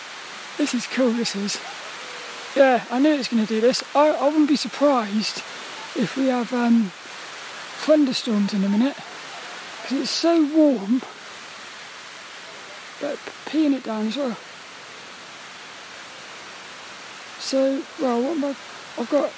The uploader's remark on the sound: This 'About The Tings' episode is a Walk and Talk. As I got caught in a downpour. I recorded this one under the shelter of the trees, which created lots of nice ambient sounds to enjoy.